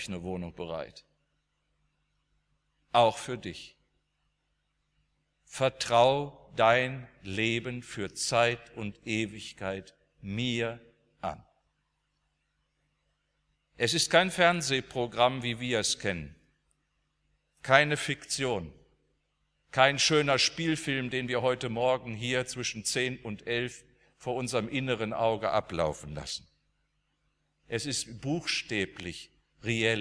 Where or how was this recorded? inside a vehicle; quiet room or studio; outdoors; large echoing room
large echoing room